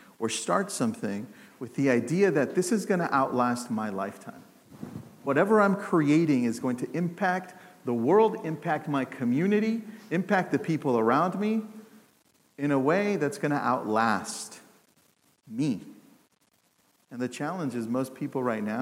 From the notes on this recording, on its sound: The audience at the HyperFast Sales Summit.